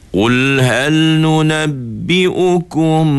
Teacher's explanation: Di mana mati bertemu dengan ba ni tuan-tuan sekalian, hukum dia dia panggil ikhfa syafawi. Ikhfa syafawi. Di mana cara bacanya ialah dengung. Ataupun bagi mereka yang tak ingat nama hukum tu, tengok aja mim tak ada tanda.